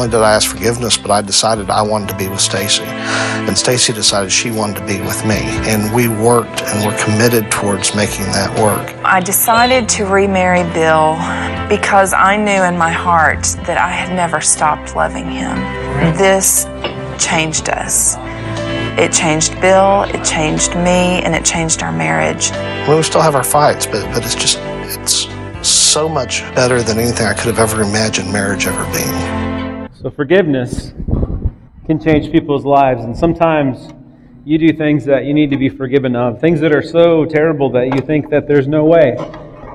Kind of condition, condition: setting, large echoing room